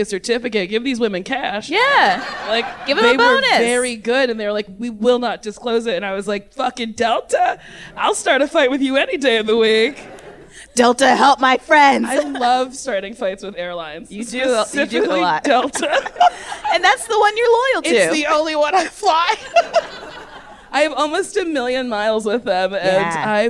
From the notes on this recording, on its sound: Recorded LIVE at the 2019 Just For Laughs festival in Montreal.